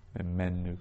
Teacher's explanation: the accent would be on the men